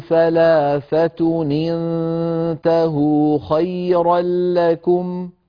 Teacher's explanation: فيجتمع في النطق حينئذ نونان، الأولى نون التنوين والثانية نون انتهوا